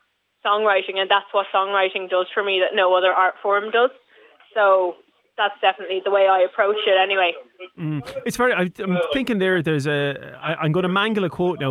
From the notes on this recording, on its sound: spoke on the phone